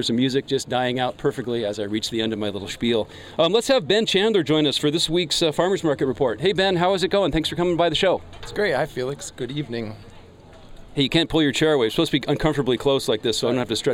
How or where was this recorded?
busy venue